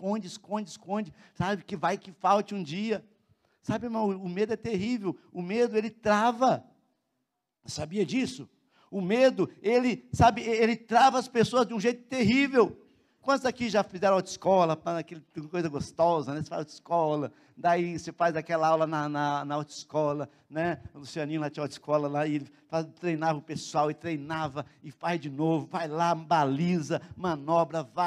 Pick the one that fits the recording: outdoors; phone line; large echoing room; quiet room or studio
large echoing room